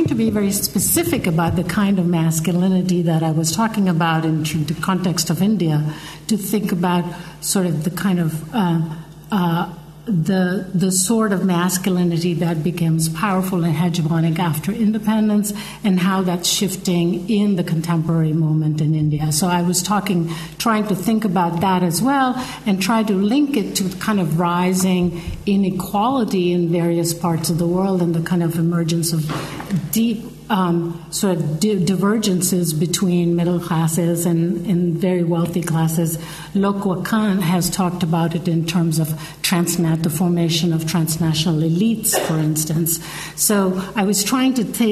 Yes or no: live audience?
yes